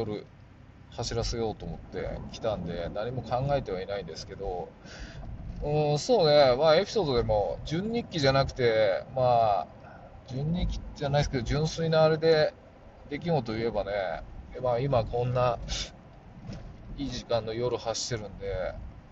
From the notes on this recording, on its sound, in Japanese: 運転中 あの日の車からボツにした声。今年の8月に収録しボツとした音声。